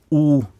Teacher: trang kjeve, tunga bak, runda lepper